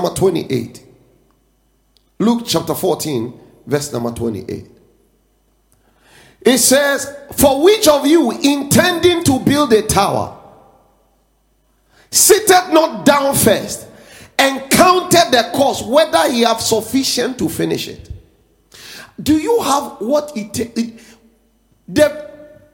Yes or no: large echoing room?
yes